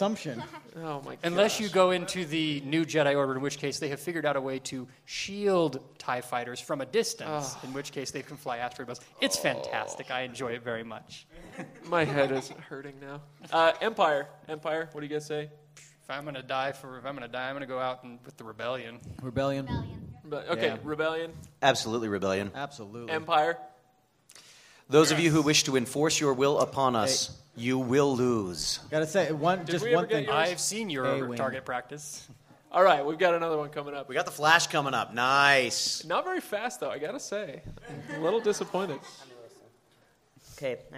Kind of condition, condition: setting, live audience